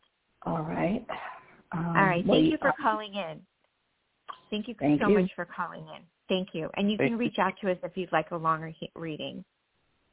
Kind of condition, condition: link, phone line